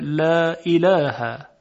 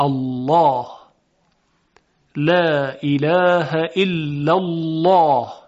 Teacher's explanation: لام الله درشت ادا میشه و تفخیم میشه · Shown in: second take · Term: لام مفخم